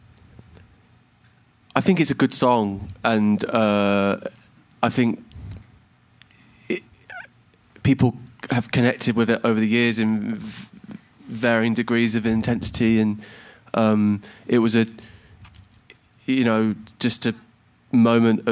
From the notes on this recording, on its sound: Joined by some lucky fans in the KROQ Sound Space in Los Angeles, to perform and talk.